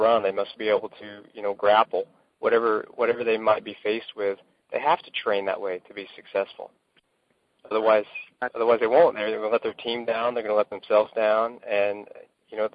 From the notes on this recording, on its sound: I had the opportunity to get on the phone with the creators of the new TACFIT Firefighter Program.